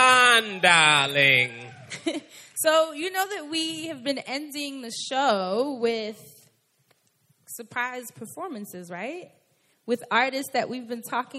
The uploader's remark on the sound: 3-Year Anniversary Live Show in NYC.